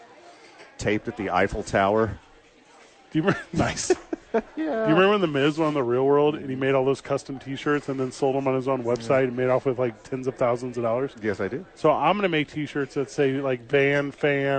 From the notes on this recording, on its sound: live at Sadies